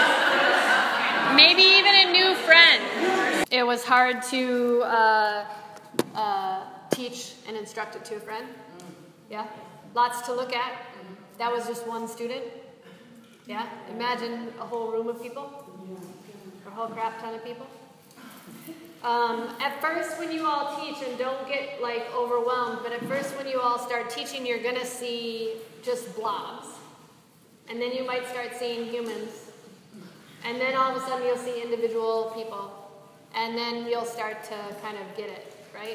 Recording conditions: live audience